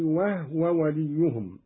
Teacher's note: قرأ قالون بإسكان الهاء: وهو وليهم.